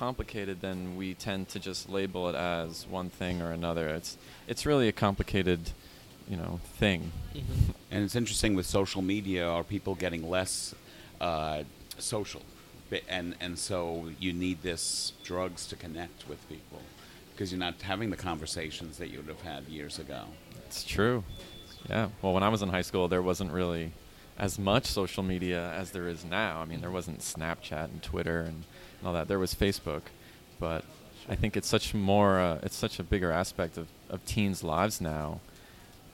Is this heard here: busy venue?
yes